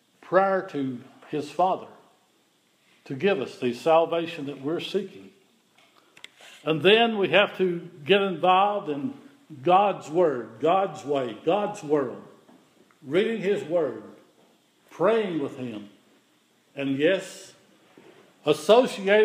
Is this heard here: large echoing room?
yes